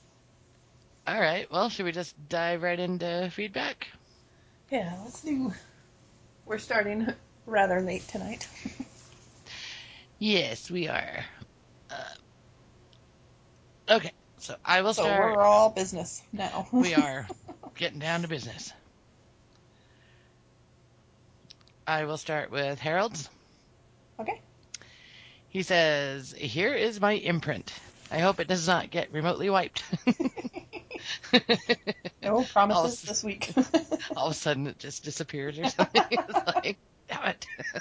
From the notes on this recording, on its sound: We also had some Mosey like audio problems, but nothing that will effect your listening too much